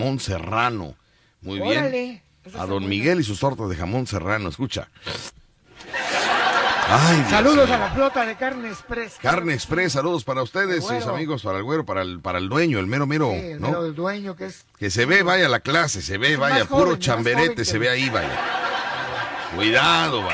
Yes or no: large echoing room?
no